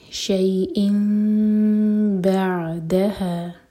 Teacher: تنوین کا جو نون کا ساؤنڈ ہے وہ میم میں چینج ہوگا، یہ ہے اقلاب.